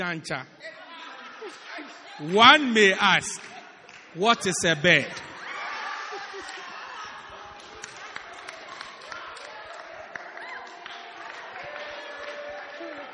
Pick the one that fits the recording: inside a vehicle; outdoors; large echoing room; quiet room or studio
large echoing room